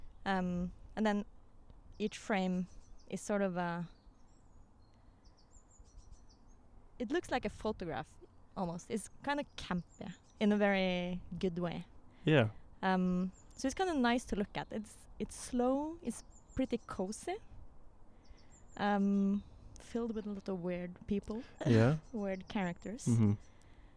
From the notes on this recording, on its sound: We had our first-ever outside recording, and things got very cozy and contemplative!